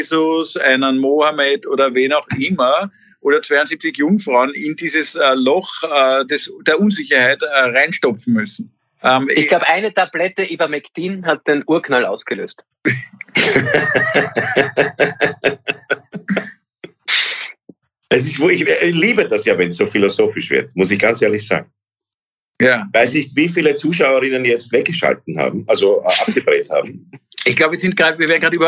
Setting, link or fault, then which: link, video call